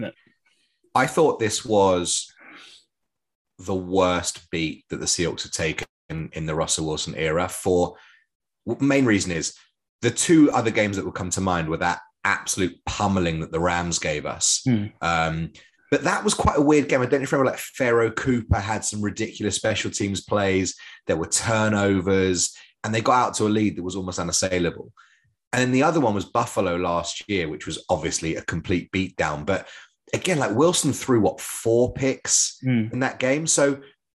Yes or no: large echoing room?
no